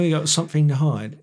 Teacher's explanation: when you start a word with a TH sound, it comes out like an F.